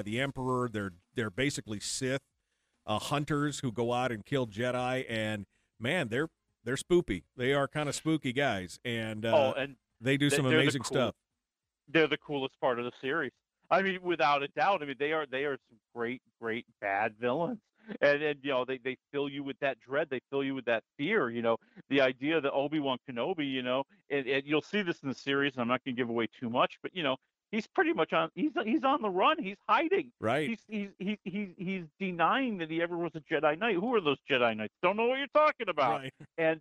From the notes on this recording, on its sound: open up the phone lines for Q&A